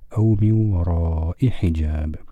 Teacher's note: ما قبل الهمزة فتحة طويلة، يعني فتحة ممدودة، يعني قبلها حرف مد وعليه علامة المدة، يعني يمد مدا طويلا